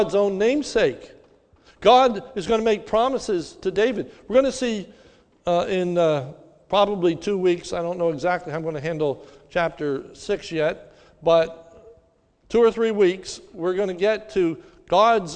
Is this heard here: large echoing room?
yes